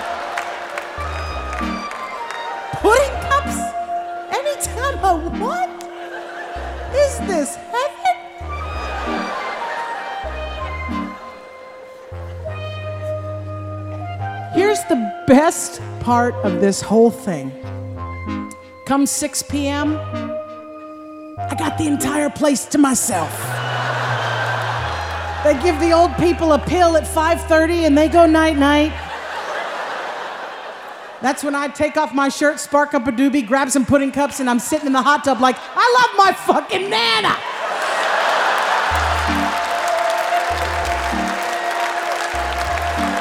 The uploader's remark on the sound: Performed live at The Paramount in Oakland.